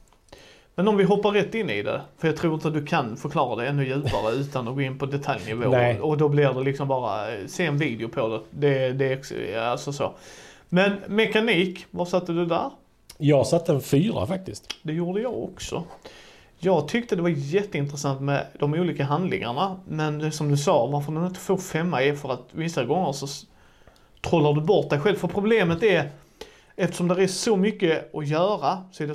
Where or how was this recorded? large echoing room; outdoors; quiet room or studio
quiet room or studio